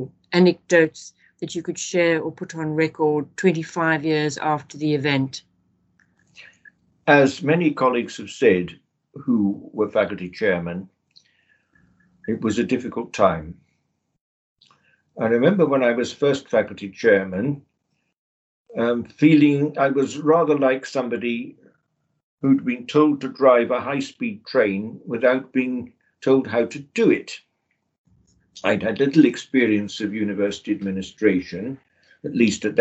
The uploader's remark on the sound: The interview was recorded online